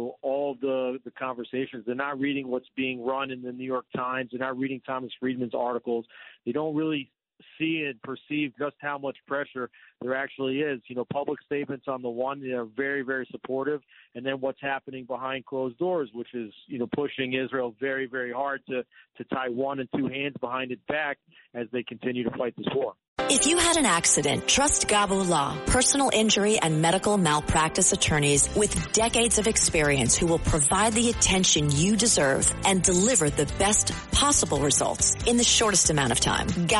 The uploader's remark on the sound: Calls in to give listeners an update live from the ground in Israel.